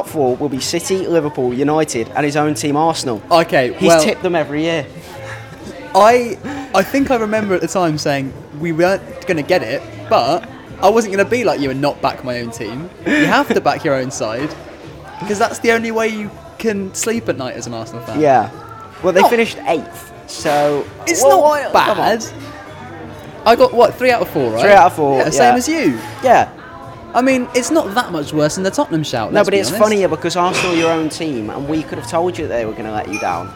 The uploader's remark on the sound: they chose to record in a Las Iguanas on the South Bank